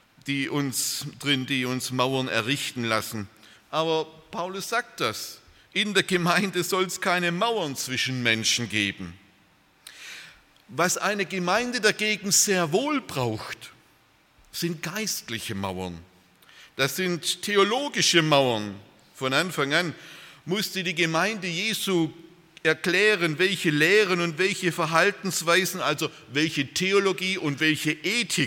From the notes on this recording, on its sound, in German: aus dem Gottesdienst der Liebenzeller Mission